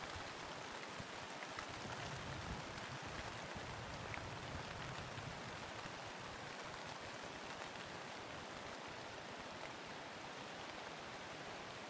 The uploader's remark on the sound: Brings you inches away from a multitude of creatures, great and small, amid the sonic grandeur of nature. Prepare to experience a thunderstorm—and a lazy day of waiting that storm out—inside the Boundary Waters Canoe Area Wilderness in northern Minnesota.